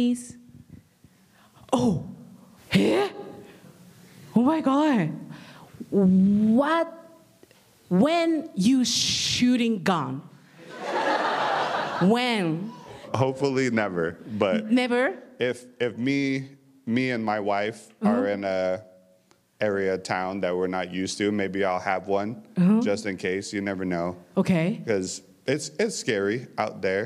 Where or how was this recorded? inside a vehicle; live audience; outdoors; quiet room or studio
live audience